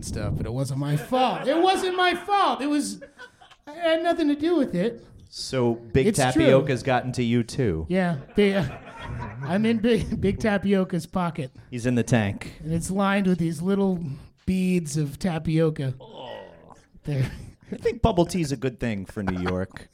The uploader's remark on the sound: LIVE from SF Sketchfest